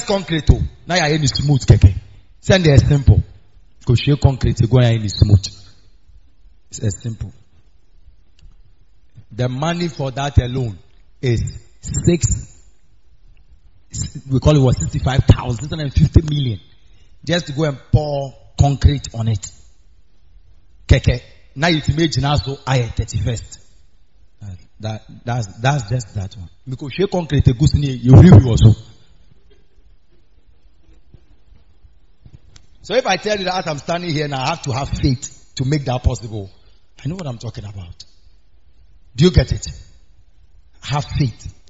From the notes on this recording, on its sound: preached on wednesday at the miracle arena